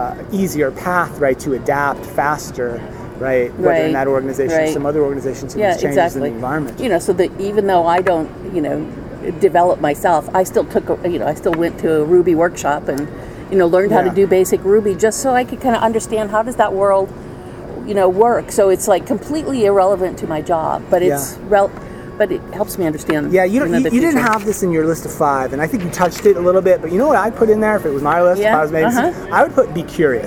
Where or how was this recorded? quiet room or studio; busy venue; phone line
busy venue